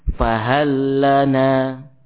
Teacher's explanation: Hal tatkala bertemu dengan lam ya diidghamkan kepada lam yang setelahnya